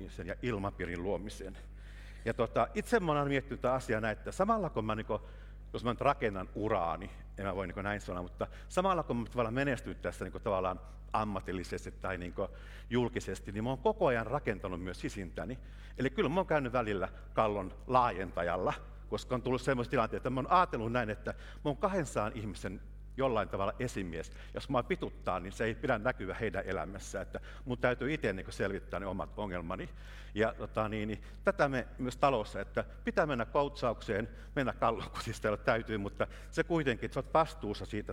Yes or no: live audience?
yes